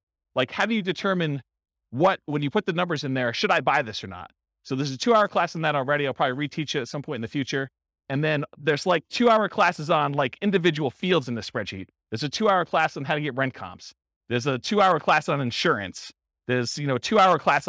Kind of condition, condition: setting, live audience